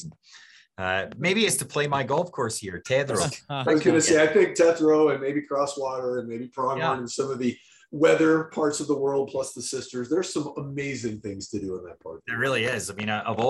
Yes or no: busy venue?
no